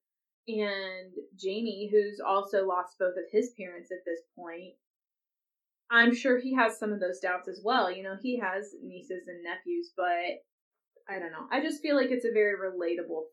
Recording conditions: poor sound quality